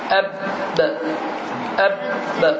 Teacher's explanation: Və bə hərfi dedi ki, bu hərfdə qalqala deyilən bir şey var. Yəni, məxrəclər bir-birinə toxunur və hava axını dayanır, sonra isə hərfi təzdən ikinci dəfə tələffüz edirik.